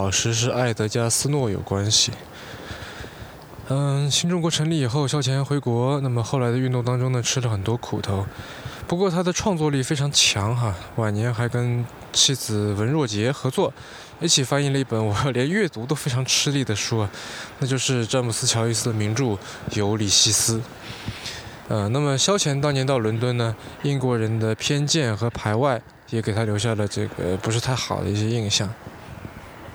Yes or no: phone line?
no